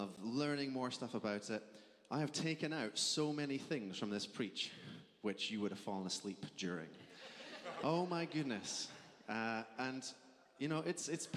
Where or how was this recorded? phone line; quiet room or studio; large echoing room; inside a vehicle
large echoing room